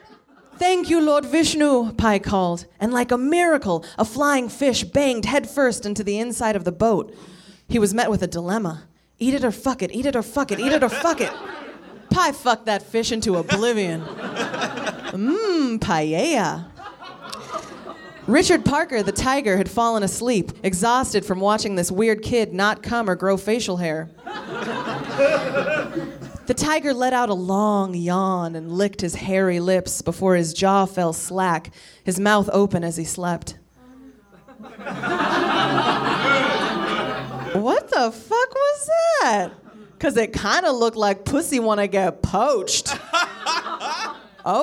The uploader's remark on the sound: Recorded live at the Nerdmelt Theater in Los Angeles on February 18, 2014.